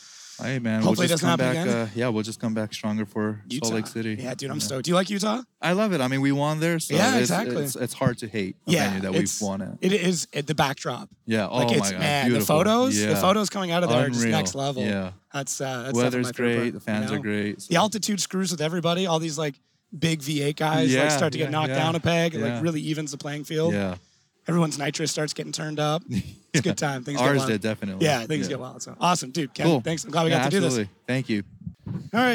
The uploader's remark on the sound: Chats live with drivers live at Formula Drift Seattle. Audio Engineering by J-One Audio Services.